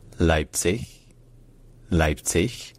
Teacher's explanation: avec le son ch à la fin, qui est un peu comme quand on dit par exemple merci, quand on prolonge un i, mais sans faire vibrer les cordes vocales, ça donne ce son ch qu'on trouve à la fin de Leipzig en allemand standard.